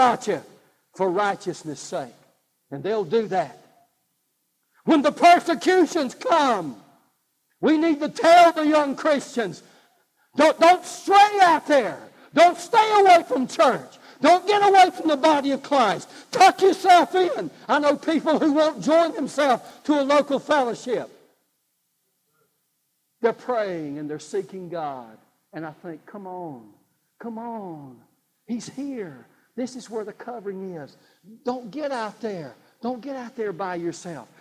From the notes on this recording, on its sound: God's Offering (live service).